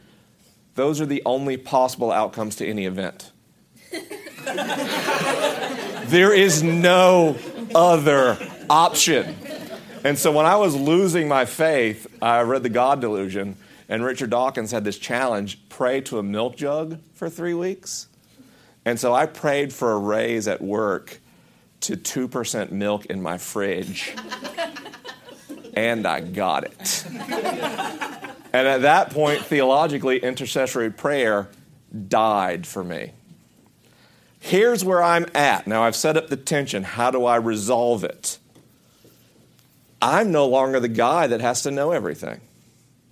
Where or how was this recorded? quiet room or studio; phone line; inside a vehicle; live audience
live audience